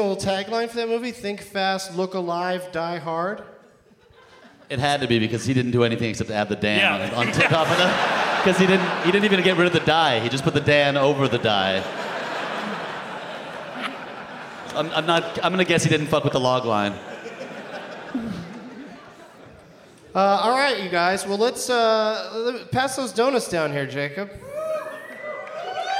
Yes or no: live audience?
yes